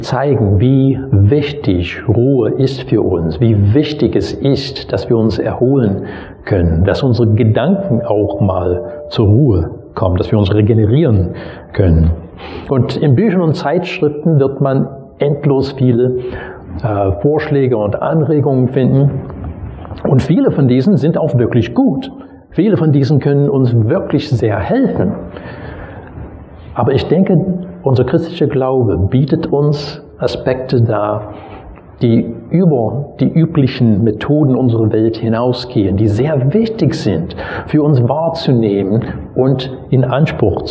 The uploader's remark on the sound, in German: Predigt aus dem Gottesdienst vom 22.